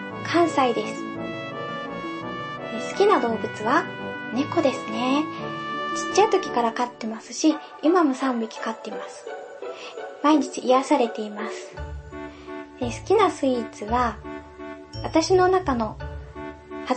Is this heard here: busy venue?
no